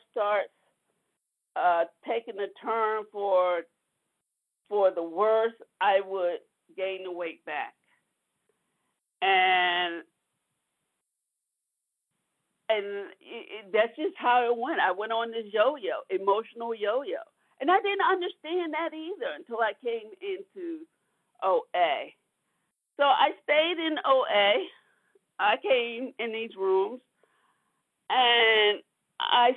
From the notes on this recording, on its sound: from the 100 Pounders Phone Meeting, 2/13/23